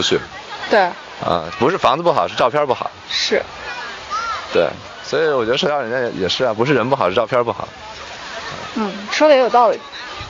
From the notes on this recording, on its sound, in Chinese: 后面每个话题都是纯临场，连大纲都没有。因为边开车边录的，有点吵……已经尽量降噪啦，下次有室内录制！